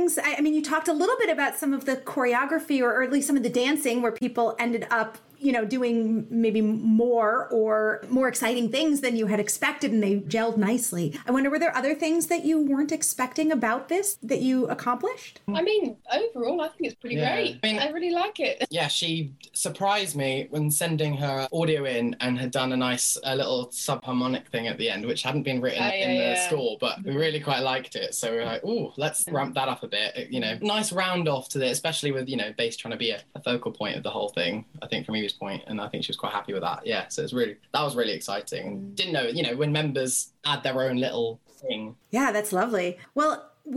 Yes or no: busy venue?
no